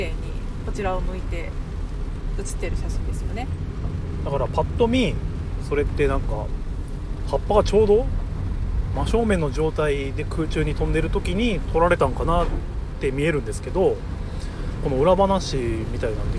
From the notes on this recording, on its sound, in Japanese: 先日の休みに写真展に行ってきた帰りの車内で。